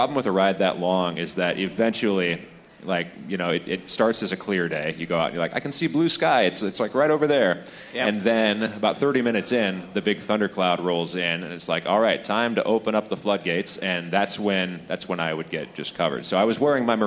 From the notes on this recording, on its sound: Live at the Portland Podcast Festival! Newly remastered version with high quality audio! An exciting event that brought many of Portland’s talented media creators together for a great night of fun. We captured our 20 minute set, plus some audio backstage before and after.